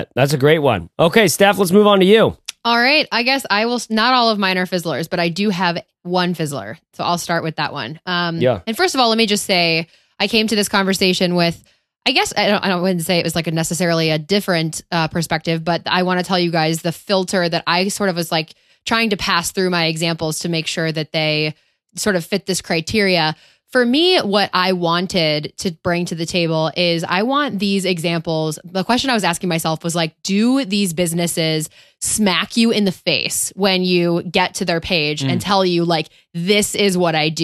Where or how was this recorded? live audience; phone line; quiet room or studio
quiet room or studio